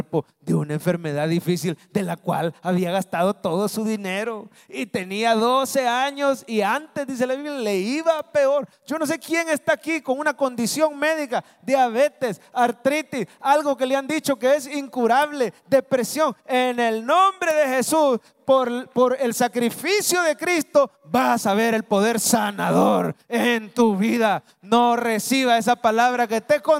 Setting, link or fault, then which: setting, live audience